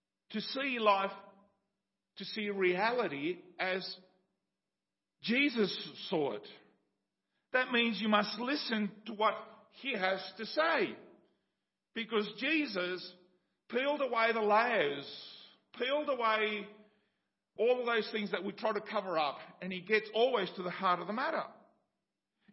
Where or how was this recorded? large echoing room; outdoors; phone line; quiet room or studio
large echoing room